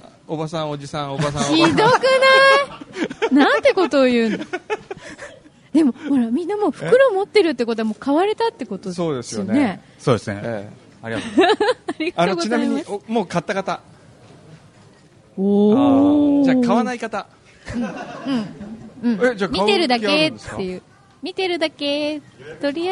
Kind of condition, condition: setting, busy venue